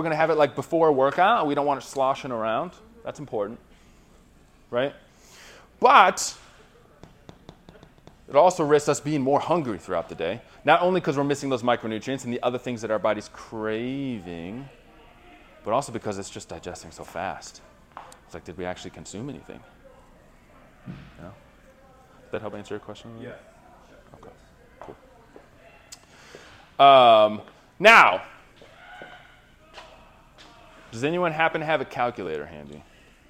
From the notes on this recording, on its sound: Recorded live from a seminar hosted in Ann Arbor, MI.